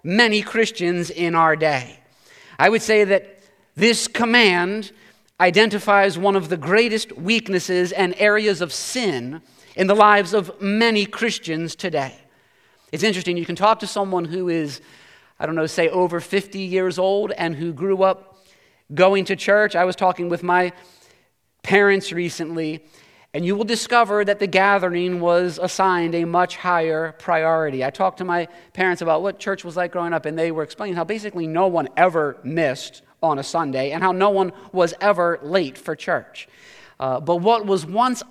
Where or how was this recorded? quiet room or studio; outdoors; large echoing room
large echoing room